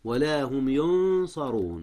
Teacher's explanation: أخفي النون قبل الصاد · Term: الإخفاء